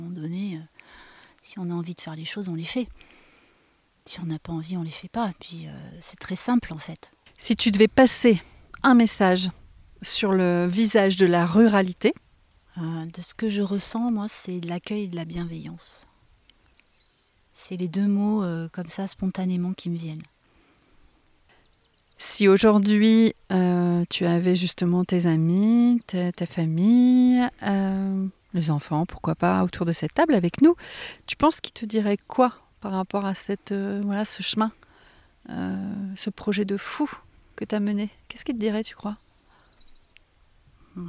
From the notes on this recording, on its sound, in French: Tiny House en Dordogne. J'expérimente l'enregistrement en extérieur, et je peux vous dire que nous avons kiffé le chant des oiseaux, le petit bruit des insectes, et le doux murmure d'une tronçonneuse au loin.